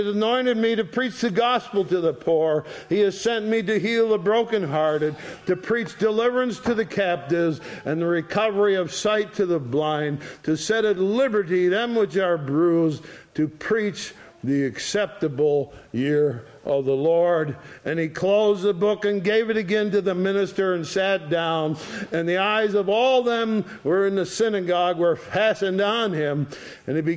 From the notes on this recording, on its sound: ESCBC Sunday Morning Service.